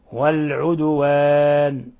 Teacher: لفظ العدوان لابد أن نقلقل الدال